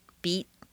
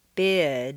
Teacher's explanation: When a single-syllable word ends in an unvoiced consonant, the vowel is on a single stair step, short and sharp. When the word ends in a voiced consonant or a vowel, the vowel is on a double stair step.